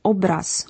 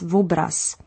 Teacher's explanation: There is, for example, the prothetic V, such as in the word obraz, or painting, which is commonly pronounced as vobraz. · Shown in: second take